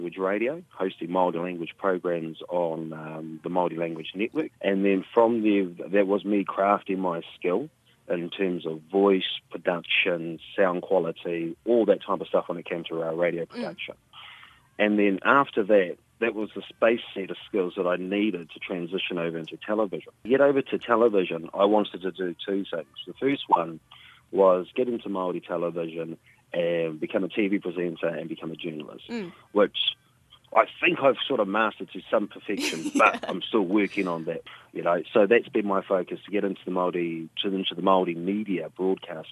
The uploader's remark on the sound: We are joined over the phone.